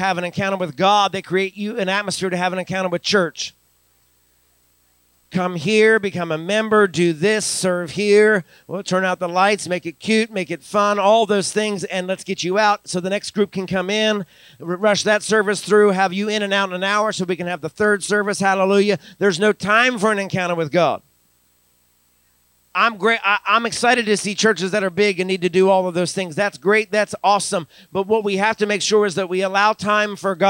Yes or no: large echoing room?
yes